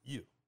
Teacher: the fourth tone mark goes down sharply